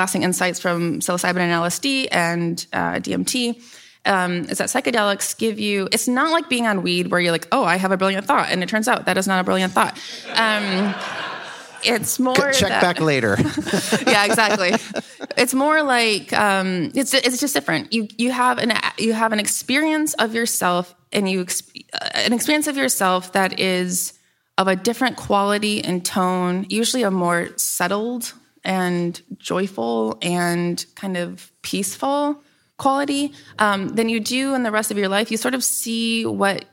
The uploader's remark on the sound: in Seattle Live to kick off the YHP mini-con